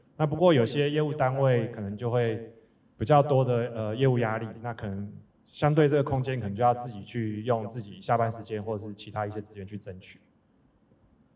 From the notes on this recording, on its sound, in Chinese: 本集特別集延續上次實體小聚交流第二場 —— 數據專場錄音！因為現場收音的關係，音質還請多多包涵。